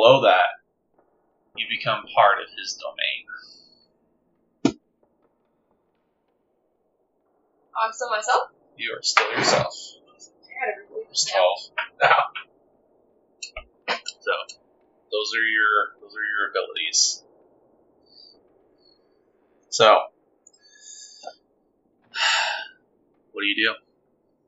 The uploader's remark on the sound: Due to this being our first recorded actual-play with limited equipment/knowledge, the audio of both Parts 1 and 2 of this actual-play isn't ideal.